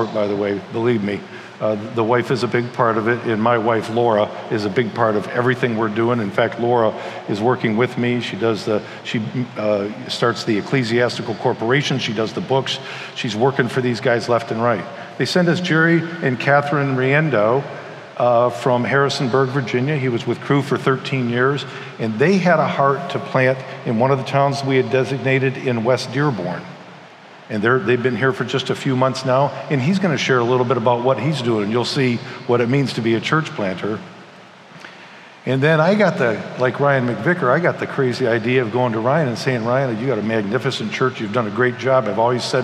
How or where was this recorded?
large echoing room